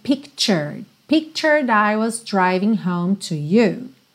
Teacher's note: Esse T é ch, ch. Então, pictured.